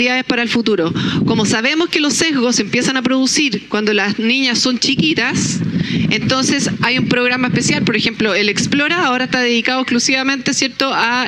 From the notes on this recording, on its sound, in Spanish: Durante el Festival Puerto de Ideas Valparaíso 2021.